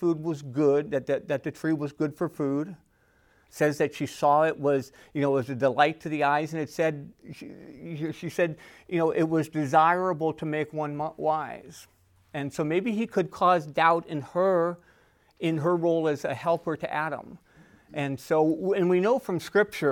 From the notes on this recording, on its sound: Recorded at Emmaus Church in Buford, GA